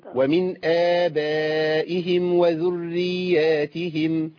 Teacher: أنا عندي ألف بعديه همزة بعديها ألف، يبقى مد شوية